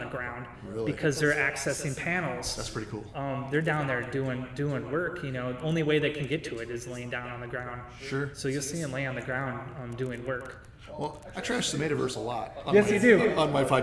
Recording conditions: echo